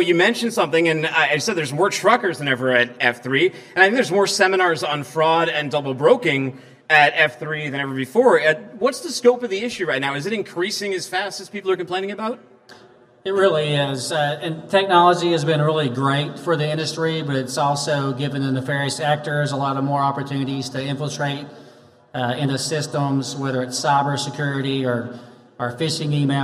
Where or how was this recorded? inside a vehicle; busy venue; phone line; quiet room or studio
busy venue